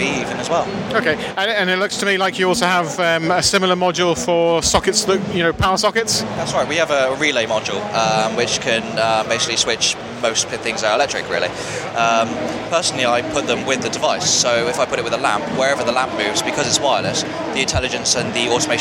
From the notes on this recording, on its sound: Fibaro Swipe at Gadget Show Live. The second of my smart home interviews from Gadget Show Live comes from Fibaro and their “Home Intelligence”.